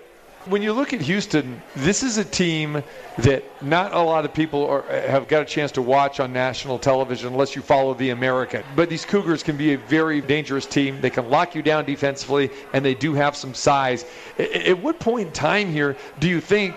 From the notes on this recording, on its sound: More March Madness atmosphere live from The Cosmopolitan of Las Vegas.